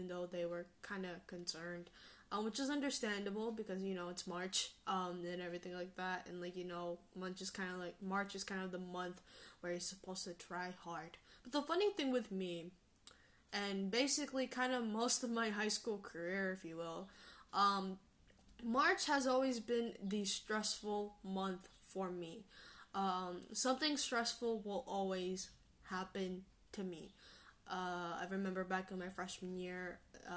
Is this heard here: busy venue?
no